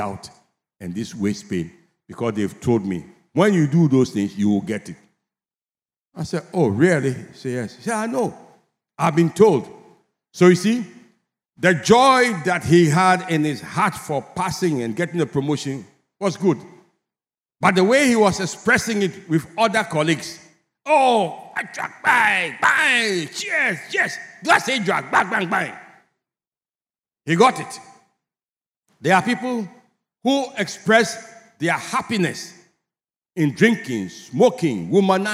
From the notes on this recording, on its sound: Sermon preached at CBC Shiashie Campus